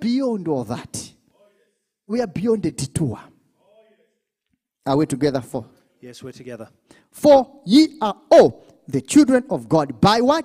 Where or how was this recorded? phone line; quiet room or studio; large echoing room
large echoing room